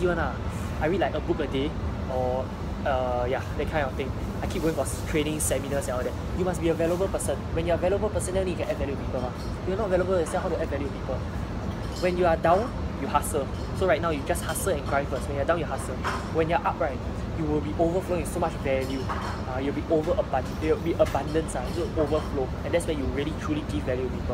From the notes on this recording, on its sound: I apologize for the background noise and the poor lighting. Was contemplating about whether I should post this despite the poor quality.